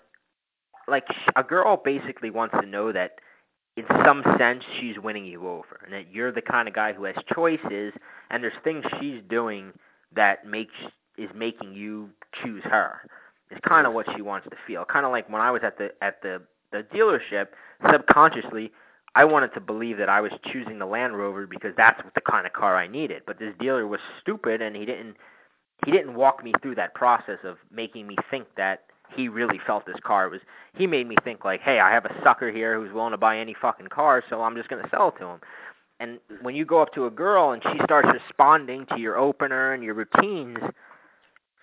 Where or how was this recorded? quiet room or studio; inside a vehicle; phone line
phone line